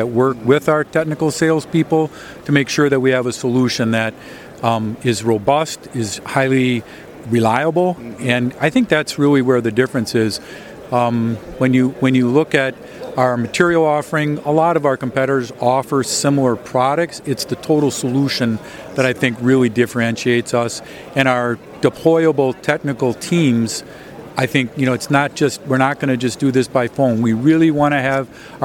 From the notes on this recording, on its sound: On Location at APEX 2023 with EMSNOW and SCOOP.